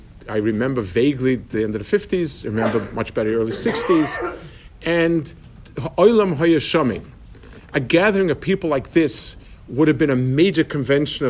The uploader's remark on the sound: Delivered for the Passaic Clifton Community Kollel Yarchei Kallah